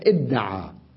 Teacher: أقلب التاء في ادتعى دالا وأضغمها في الدال اللي هي فاء افتعل، فتصبح ادعى